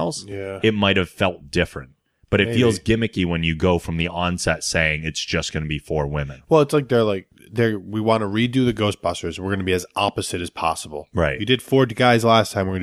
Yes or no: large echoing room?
no